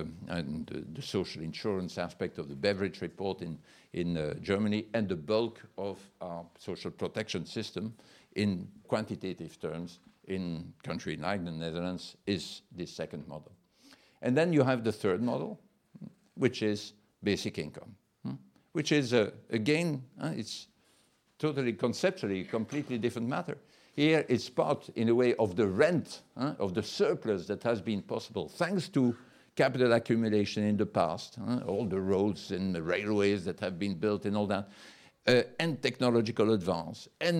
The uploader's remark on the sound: Lecture at WTM Forum I: Commoning Economy.